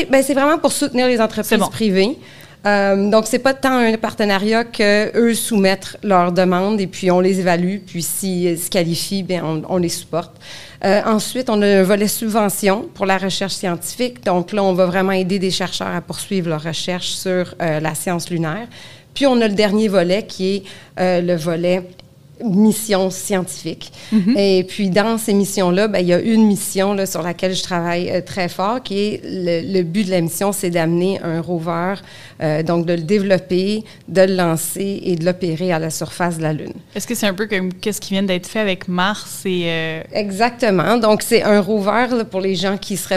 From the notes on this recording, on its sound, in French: Enregistré pendant La Nuit des Chercheuses et des Chercheurs 2022 qui s'est déroulé au Jardin botanique. Dans cet épisode spécial, enregistré pendant La Nuit des Chercheuses et des Chercheurs 2022 qui s'est déroulé au Jardin botanique.